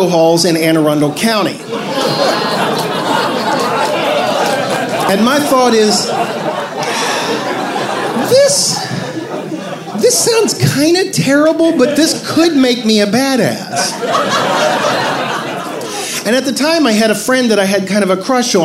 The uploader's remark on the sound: Live From Baltimore!